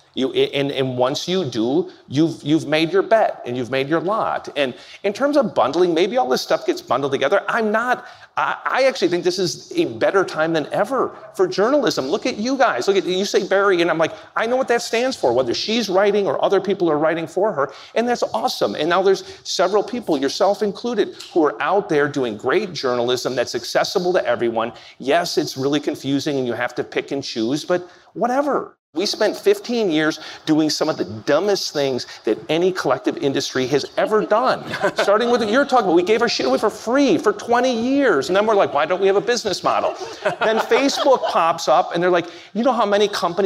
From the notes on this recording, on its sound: comes to you from the Milken Institute's 2022 Global Conference